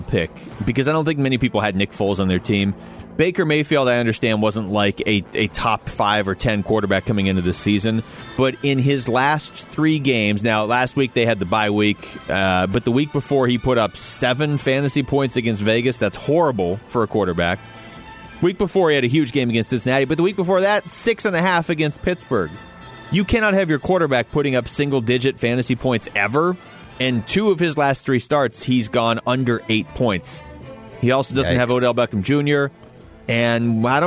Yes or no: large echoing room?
no